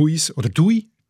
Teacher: Und eben typisch ist halt das Ui, das lange U, und nicht zu Ü wird, sondern zu Ui, zu Huis oder Dui.